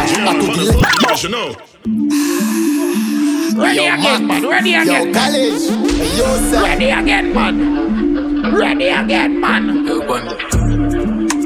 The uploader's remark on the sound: Live Audio recording from Island Saturdays on Oct 14th.